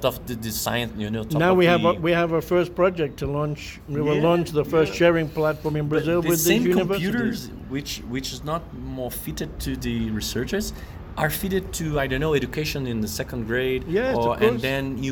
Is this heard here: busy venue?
yes